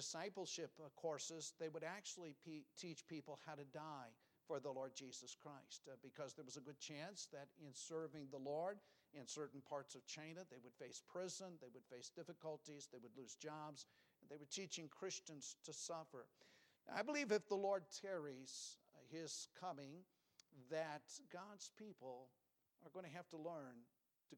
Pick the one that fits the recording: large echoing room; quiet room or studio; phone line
large echoing room